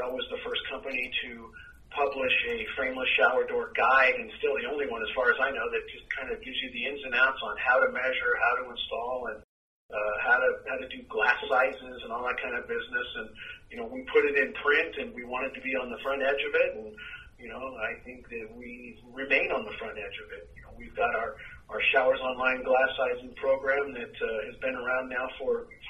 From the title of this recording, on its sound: Phone Interview